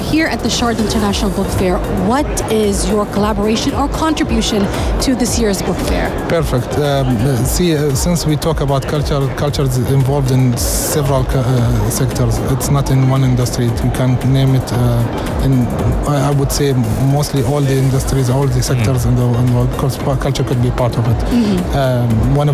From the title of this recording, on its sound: Live from SIBF